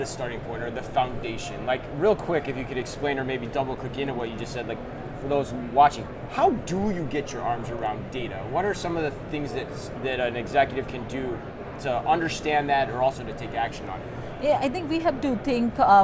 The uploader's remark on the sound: Live From NRF 2024